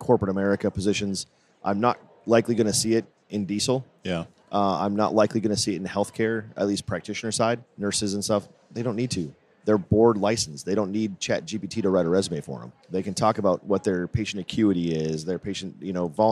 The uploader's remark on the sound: Recorded at SHRM